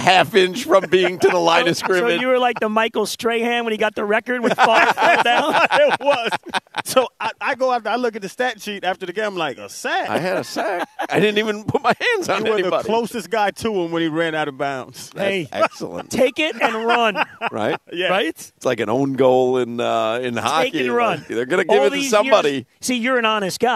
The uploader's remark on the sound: live at Amerant Bank Arena